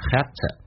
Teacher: V 在口语化当中经常会弱化成 F. To 说成 T.这两个单词连在一起就变成 have to.为了让我们说话更加的 fluently or smoothly,用降调来发 You have to.